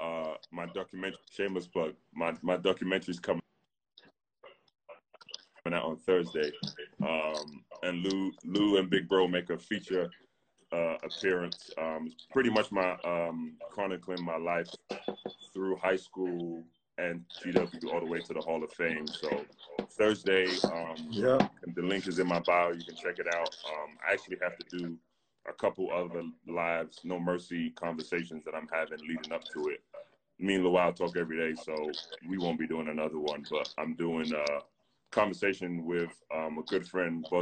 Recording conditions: video call